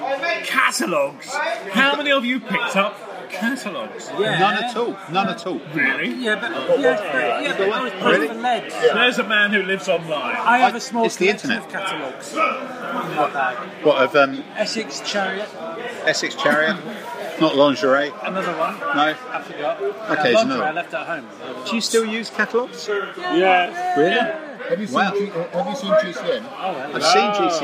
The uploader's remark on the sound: A "straight to live" recording made in the beer garden of the Fox pub at the ExCeL Centre, London. Admittedly this is not the most salubrious of locations, however Audacity software has managed to iron out most of the background noise making this a pretty solid podcast recorded live in the Fox, which this particular weekend has been the resting place for weary and thirsty gamers escaping from the mega-show that was Salute!